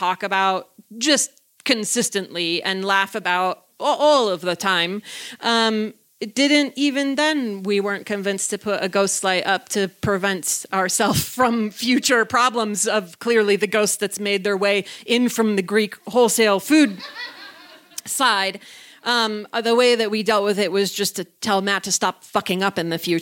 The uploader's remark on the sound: in front of a live audience at Buntport Theater in October 2018